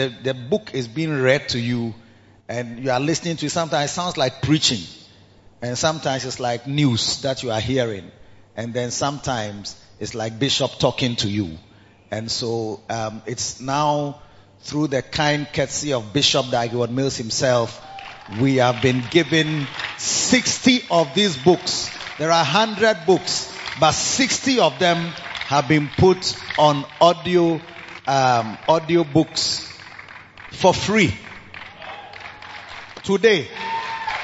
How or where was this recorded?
large echoing room